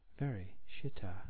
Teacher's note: The second syllable should be stressed in the word shita.